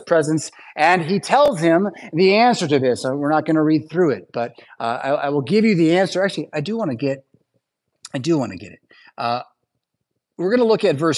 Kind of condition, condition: setting, large echoing room